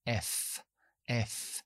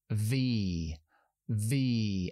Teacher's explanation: La V en inglés es lo que llamamos labio dental, es decir, dientes de arriba en el labio de abajo, igual que la F, pero activamos la voz · Shown in: second take